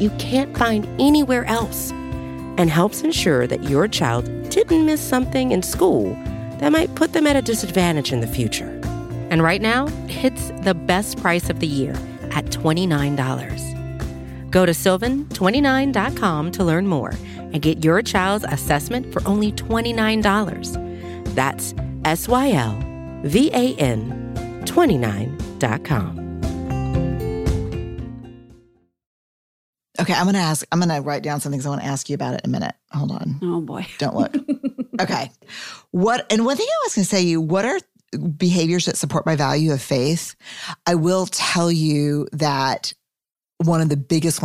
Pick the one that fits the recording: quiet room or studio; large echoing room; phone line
quiet room or studio